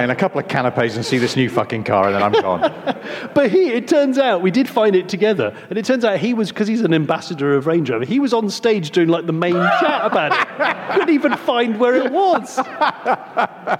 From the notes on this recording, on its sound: In their second London live recording